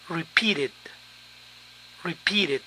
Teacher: Cuando el verbo termina en T, la terminación suena id, id.